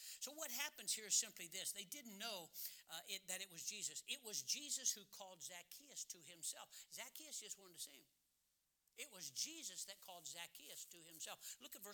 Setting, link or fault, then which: setting, large echoing room